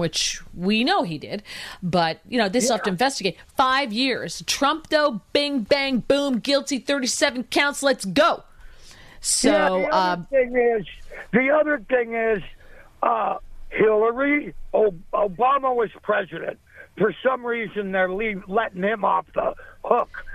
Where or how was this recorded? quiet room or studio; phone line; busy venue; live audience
phone line